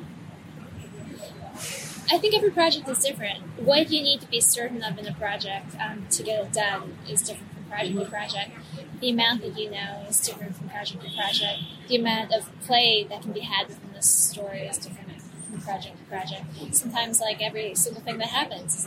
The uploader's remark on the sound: sat down outside of a busy coffeeshop near Central Park